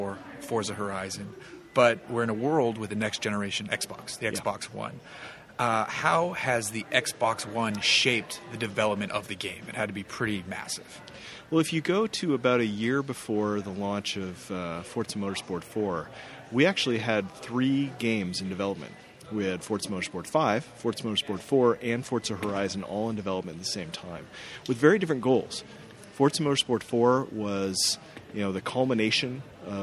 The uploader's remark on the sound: This week we bring you a special episode of the Hooniverse podcast live from the XBox One launch party in Hollywood